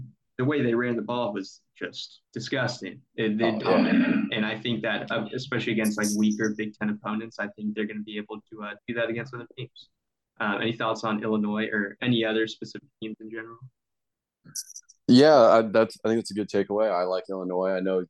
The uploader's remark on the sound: PLEASE EXCUSE THE TERRIBLE AUDIO! Had some technical difficulties.